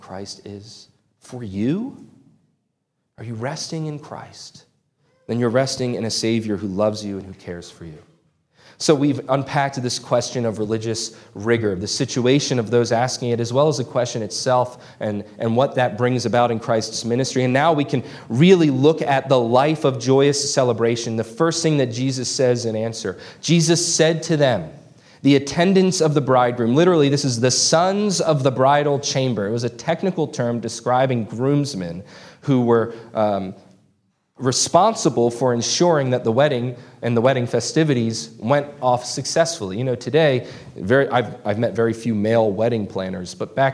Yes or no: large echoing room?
yes